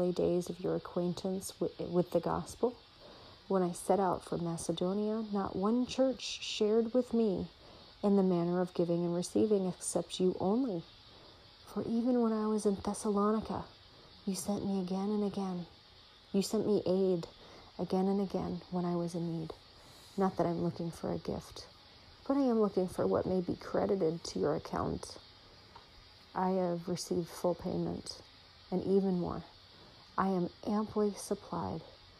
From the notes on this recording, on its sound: Reading Philippians 4 softly, white noise in the background.